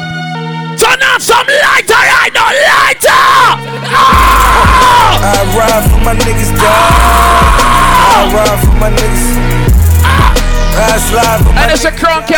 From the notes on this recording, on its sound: LIVE AT SEAFOOD TUESDAYS AT LORNA'S NYC 10/27/15